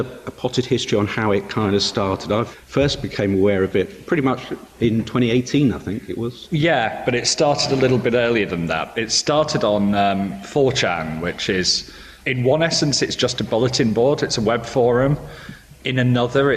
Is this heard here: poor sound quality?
no